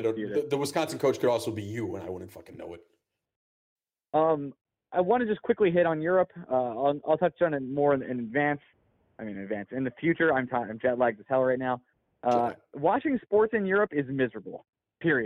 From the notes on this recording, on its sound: Sorry for the call in episode two weeks in a row.